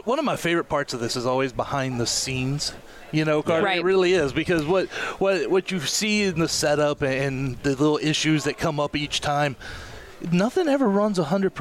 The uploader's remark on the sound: LIVE from the 2023 Lone Star Conference Media Day. It's a special edition of The Republic of Football as we go live from Lone Star Conference Media Day and talk to coaches and players around the conference.